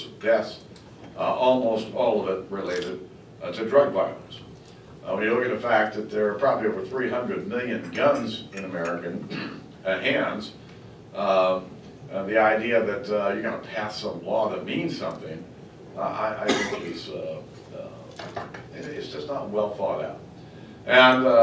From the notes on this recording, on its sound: WASHINGTON, DC. Appeared before a luncheon meeting of The Ripon Society, delivering a speech.